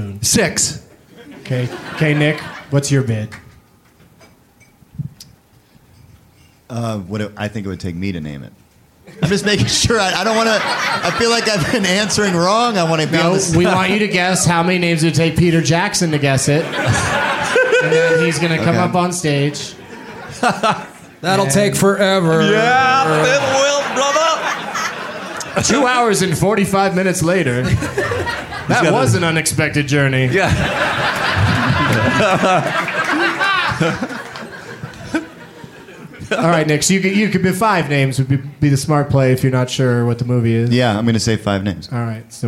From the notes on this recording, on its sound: Live from Comedy Works in Denver, CO